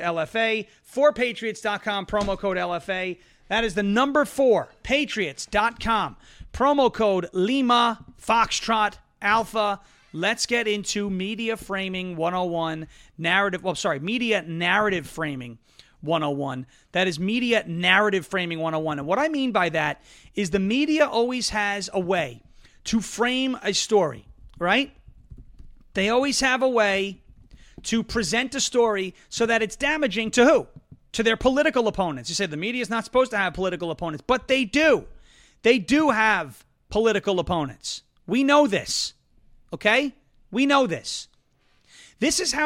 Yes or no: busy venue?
no